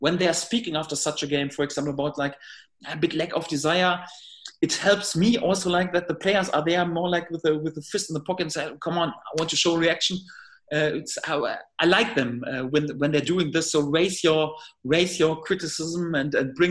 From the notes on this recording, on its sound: video conference with the media